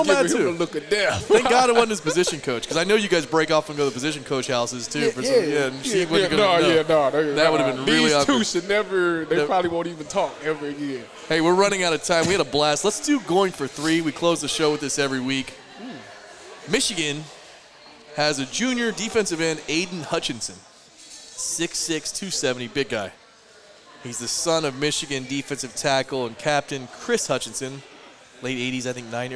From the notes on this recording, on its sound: another live Friday night recording from Buffalo Wild Wings, the official sports bar of Eleven Warriors